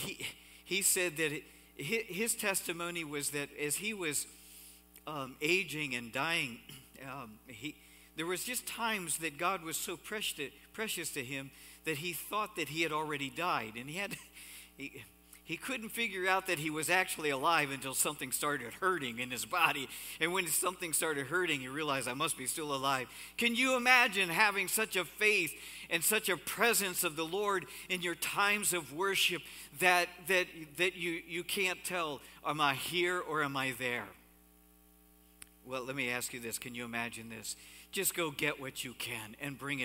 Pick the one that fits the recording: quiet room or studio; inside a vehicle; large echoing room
large echoing room